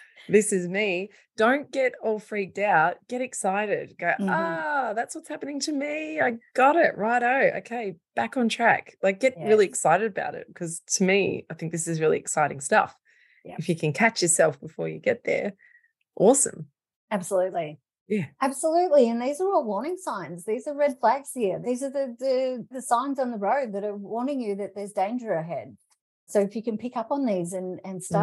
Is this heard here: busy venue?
no